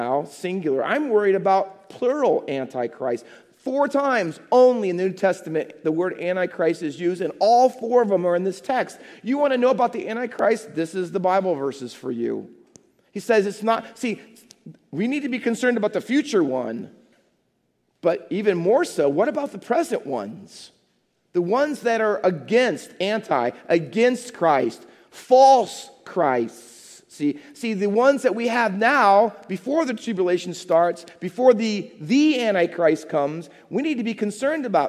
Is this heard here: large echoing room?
yes